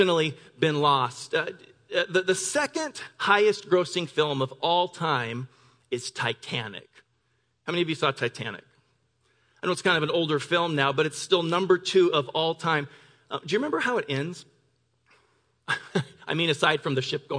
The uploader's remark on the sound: Delivered on 9 December 2018 at Grace Church of La Verne